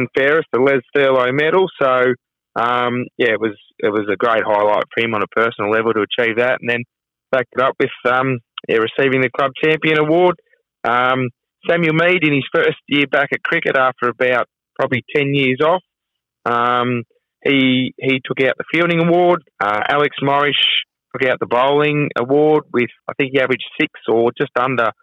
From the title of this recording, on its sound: phones in to the Flow Friday Sports Show